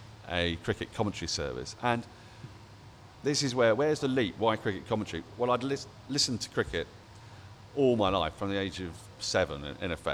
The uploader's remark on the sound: Recorded live from The Wheatsheaf Pub - Tooting.